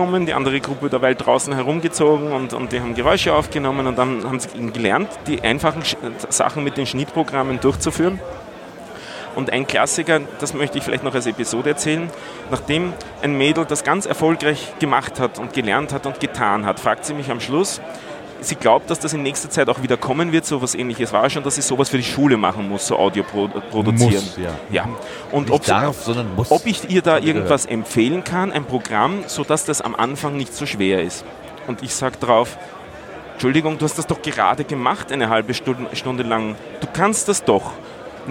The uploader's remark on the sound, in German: SEG042 34C3 - Tag 3. Technischer Hinweis: Das Rohmaterial wurde versuchsweise mit unterschiedlichen auphonic-Varianten nachbearbeitet. Letztlich ist aber auch dieser “Soundveredler” an seine Grenzen gekommen, da die Area einfach sehr, sehr voll mit sehr, sehr lebendigen UND LAUTEN Menschen war.